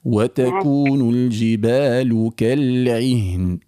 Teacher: الجبال مش ممدودة، ليش تمد فيها؟